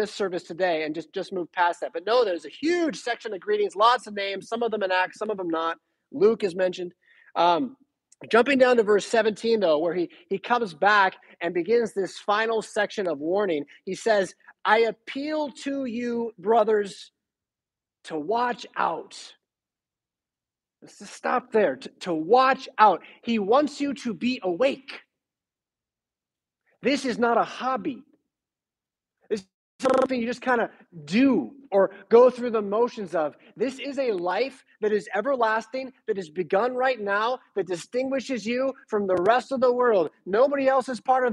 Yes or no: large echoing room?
yes